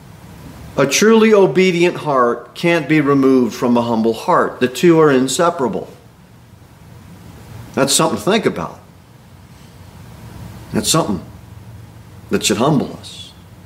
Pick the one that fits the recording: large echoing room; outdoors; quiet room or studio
large echoing room